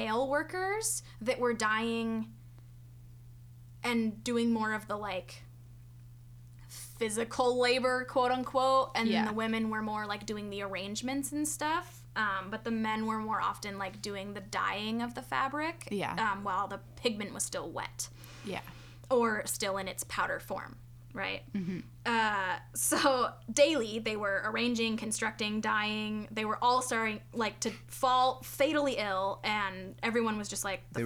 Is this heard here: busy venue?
no